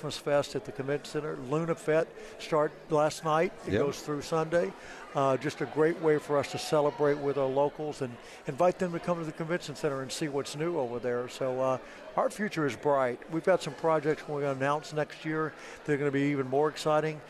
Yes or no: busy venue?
yes